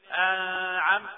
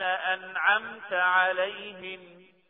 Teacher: لا نظهر النون لأن وراها عين · Shown in: second take